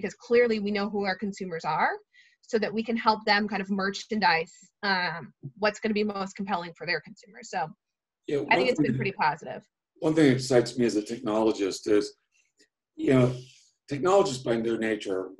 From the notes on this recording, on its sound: Hosted a fireside chat via Zoom. Our virtual thought leadership series, The Retail Record.